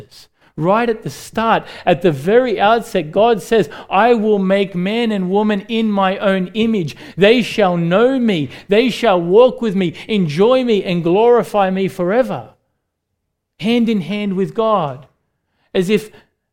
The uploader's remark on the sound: recorded live at Grace Community Bible Church